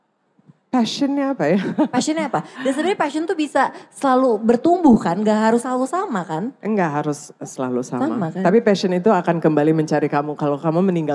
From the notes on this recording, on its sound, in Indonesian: Special Live On Stage di Kota Jakarta. Di kota kedua ini, kita hadir di Central Market, Pantai Indah Kapuk, Jakarta.